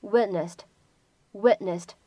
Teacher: 前面呢有一个爆破音 t 跟鼻音相遇，那么这个时候呢形成的是一个不完全爆破 · IPA: /ˈwɪt.nəst/